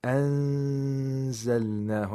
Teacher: you have to apply ikhfa by approximating the place of articulation of the zay, that is, that comes after the nun sakana.